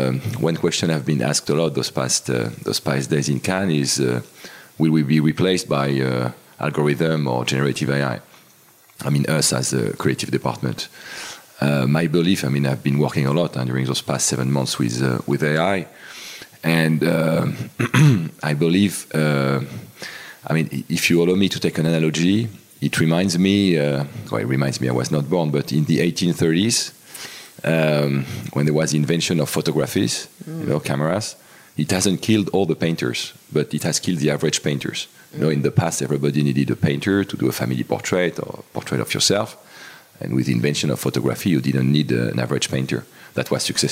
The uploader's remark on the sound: Campaign Chemistry live from Cannes.